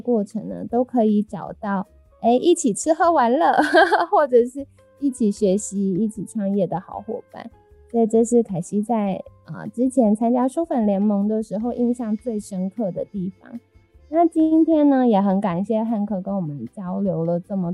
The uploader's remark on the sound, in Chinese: 本集採遠端錄音，音質上可能有些雜音。